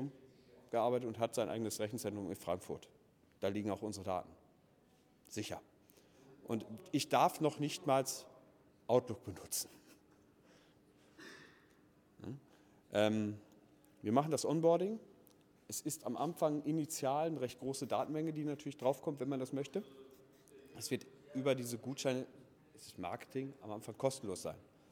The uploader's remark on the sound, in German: Vortrag des Gründers beim Immobilienstammtisch Heilbronn